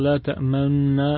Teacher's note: بضم الشفتين بين النون والميم، أو بين الميم والنون، وهذا فيه إشمام. نعم، هي طريقة في الأداء تسمى في علم التجويد الإشمام.